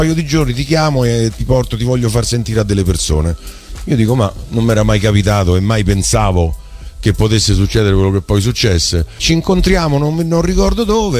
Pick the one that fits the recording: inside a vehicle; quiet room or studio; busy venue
busy venue